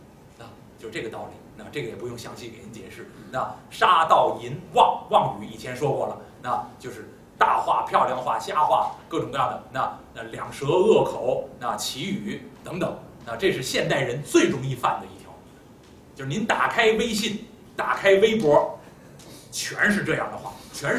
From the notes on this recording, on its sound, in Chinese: 本期录音有问题 音质不好请见谅